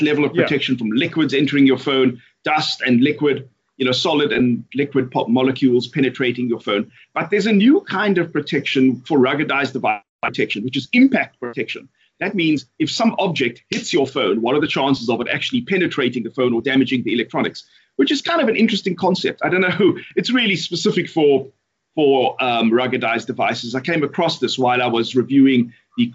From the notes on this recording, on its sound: Hardware woes slow down South Africa's most accessible consumer technology podcast this week, but that's what you get for live testing new devices... Apologies for the poor audio quality. Recorded via Skype.